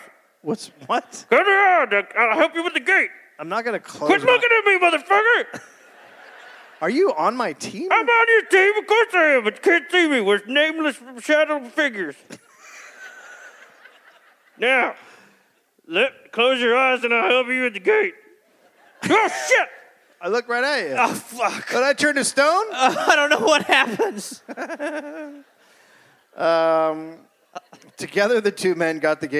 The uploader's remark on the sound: Recorded live in Durham, NC.